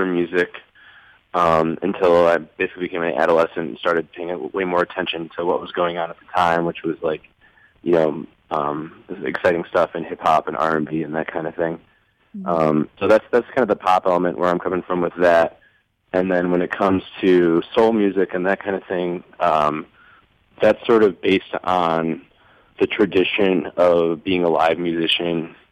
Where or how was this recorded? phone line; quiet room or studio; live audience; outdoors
phone line